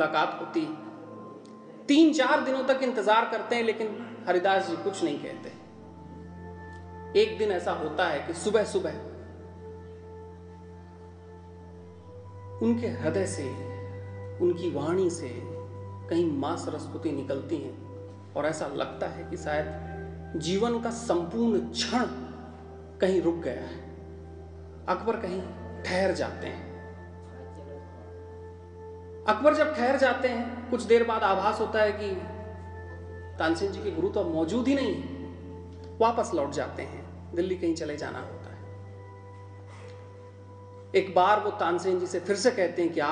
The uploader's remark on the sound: spoke at the Naad Brahman Festival